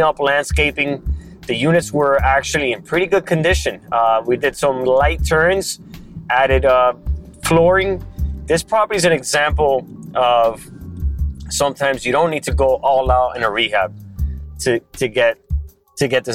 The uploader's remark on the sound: I had to record this blog while driving, so join me for my podcast on the road!